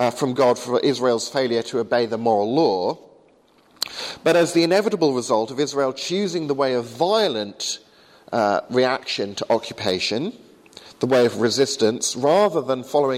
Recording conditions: large echoing room